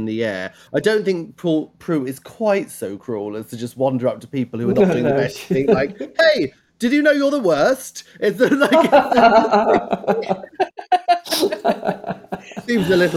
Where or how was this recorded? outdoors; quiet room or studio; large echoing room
quiet room or studio